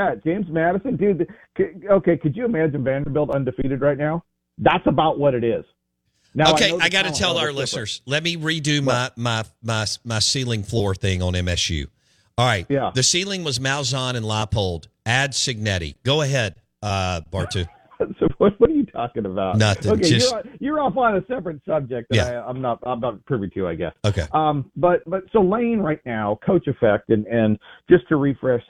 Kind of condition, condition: link, phone line